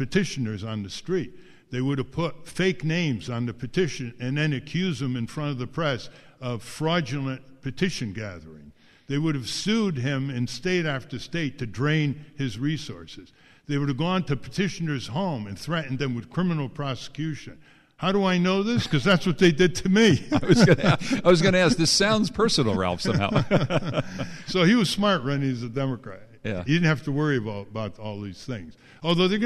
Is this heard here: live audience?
yes